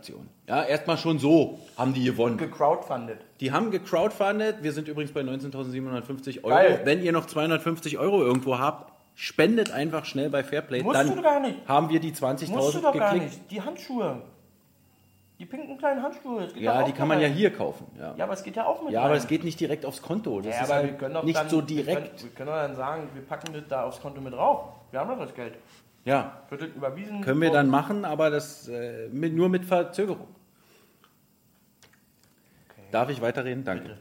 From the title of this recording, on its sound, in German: Der Livepodcast